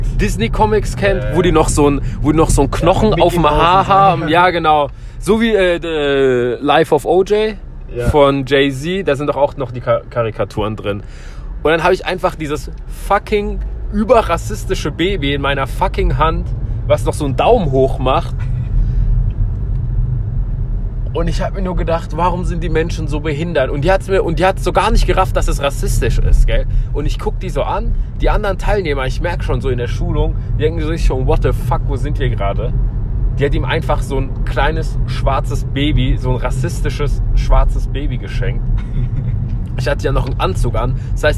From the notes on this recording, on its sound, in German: mein Handy, schlechte Audioqualität